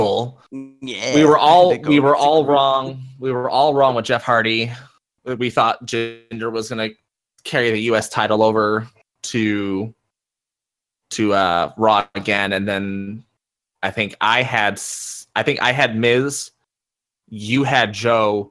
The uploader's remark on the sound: Comcast decided that the exact time we were recording, they would have issues… Not before, Not after… DURING! The quality was just not there. We lost over 45 minutes worth of recording, so if it jumps from place to place.